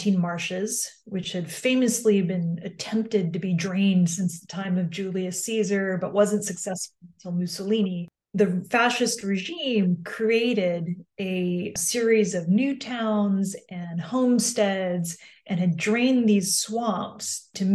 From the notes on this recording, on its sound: This podcast was recorded via Zoom by the Centre d'Études Maghrébines à Tunis ( CEMAT ) on December 13, 2022.